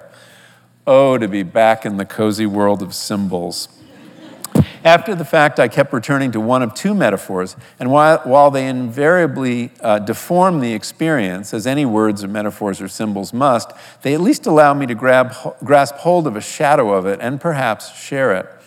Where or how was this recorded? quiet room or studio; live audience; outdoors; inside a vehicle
live audience